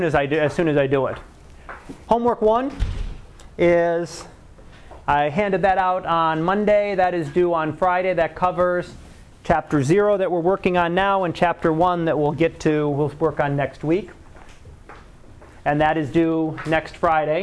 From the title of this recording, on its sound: Live Class Lecture